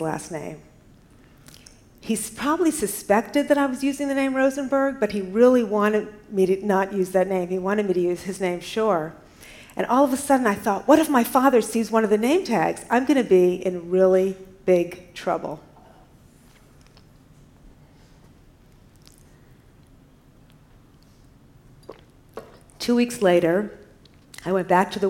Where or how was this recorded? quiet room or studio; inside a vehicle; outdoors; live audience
live audience